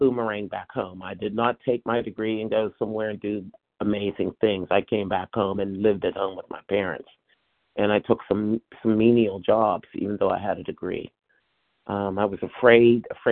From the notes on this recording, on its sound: from the 100 Pounders Phone Meeting